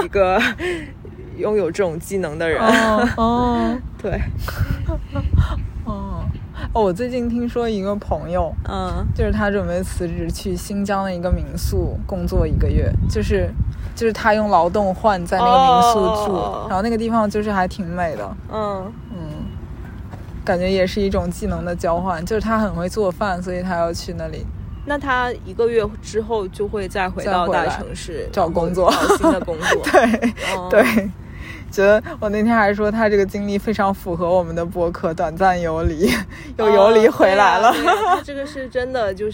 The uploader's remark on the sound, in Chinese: 这是一期接地气的播客（字面意思），我们来到郊野公园席地而坐录制这期博客。在露营帐篷的包围圈里聊露营。